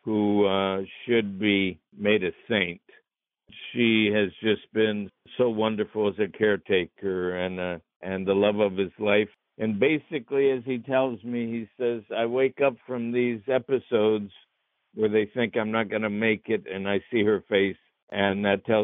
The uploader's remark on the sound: spoke by phone